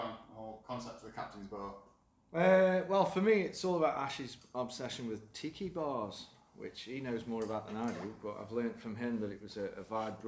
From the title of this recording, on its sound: The Potteries Pubcast at the Captain's Bar